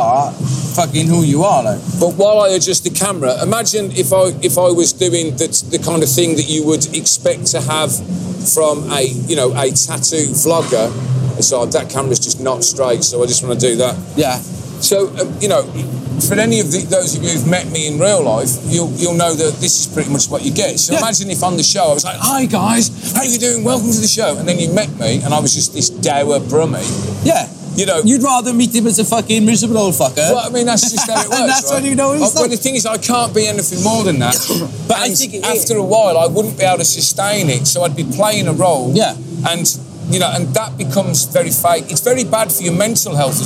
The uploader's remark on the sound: Live from the BIG LONDON Tattoo Show!